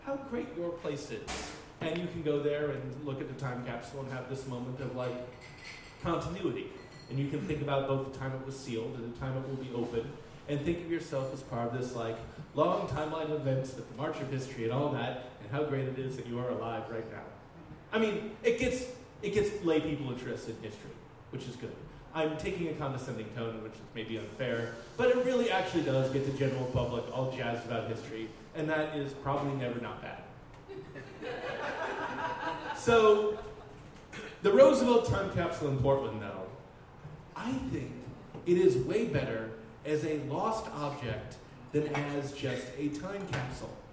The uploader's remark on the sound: Live at the Jack London Bar